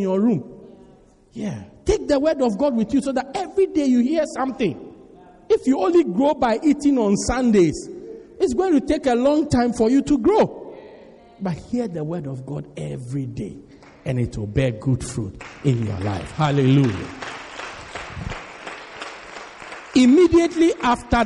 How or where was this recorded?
large echoing room